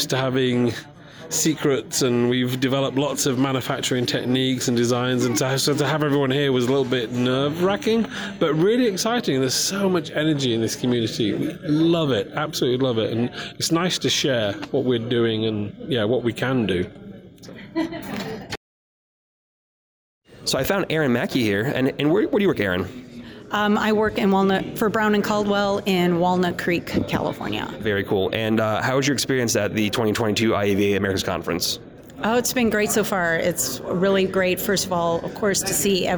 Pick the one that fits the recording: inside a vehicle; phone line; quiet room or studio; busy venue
busy venue